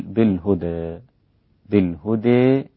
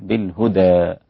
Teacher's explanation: التقليل يكون أقل من الإمالة، ليست ممالة كثيرا إلى الياء بل قليلا · Shown in: first take